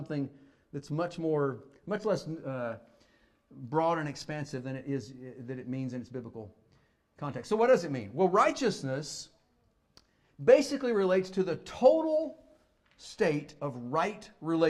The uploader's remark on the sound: Fuquay-Varina church of Christ sermon audio